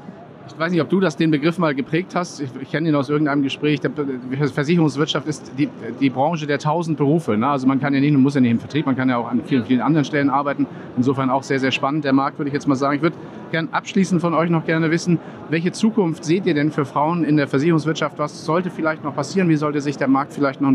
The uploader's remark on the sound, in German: aufgezeichnet auf der diesjährigen DKM